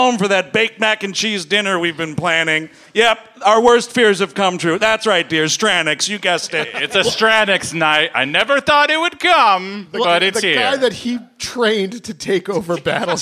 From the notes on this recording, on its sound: Live in Charlotte. Recorded live at the Comedy Zone. In Charlotte, NC.